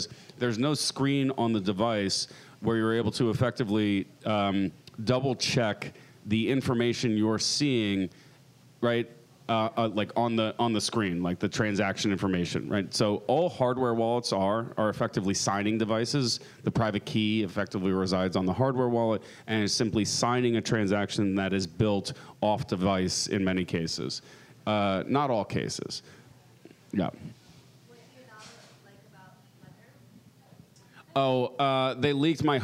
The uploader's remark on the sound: Live from Pubkey NYC!